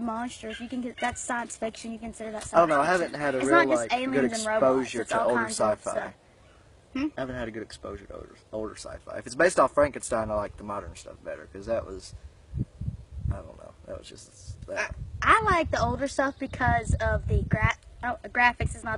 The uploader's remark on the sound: This episode was recorded as a video and you can hear us talking about getting everything in order. We were outside when we filmed this, not the best idea, but thought it would be fun because we recorded this originally as a video.